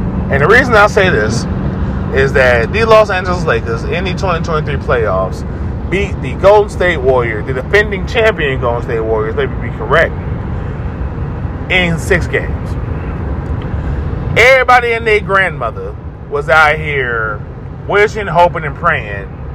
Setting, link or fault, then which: setting, inside a vehicle